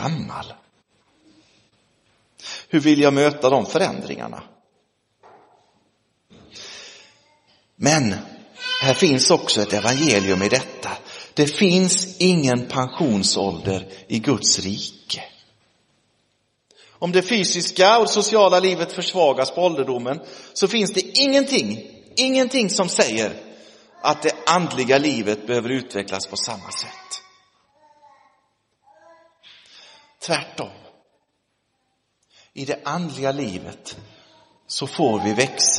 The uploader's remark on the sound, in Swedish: Inspelad i Roseniuskyrkan den 22 oktober 2023